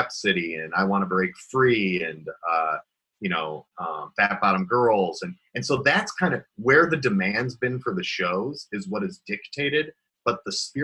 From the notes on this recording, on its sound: Had a little Zoom chat. This call took place in early 2020, at the beginning of the coronavirus pandemic, when the stage of Ohio was on lockdown.